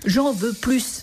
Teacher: quand on en veut davantage, il faut prononcer le S. J'en veux plus.